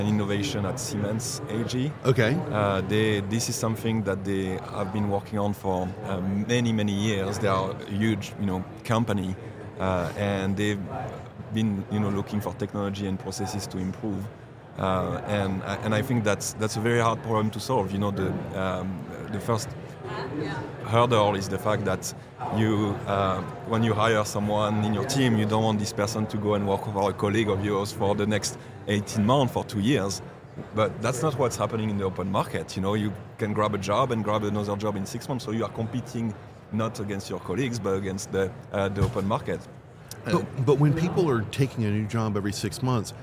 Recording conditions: busy venue